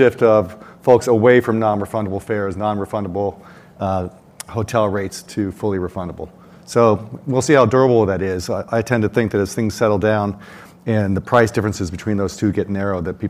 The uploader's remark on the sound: The event was recorded at Ogilvy's headquarters in New York City on January 19, 2022.